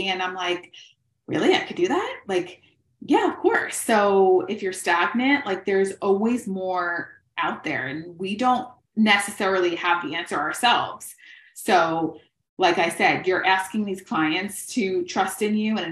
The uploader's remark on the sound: This episode is a live recording of a training in our FREE Facebook group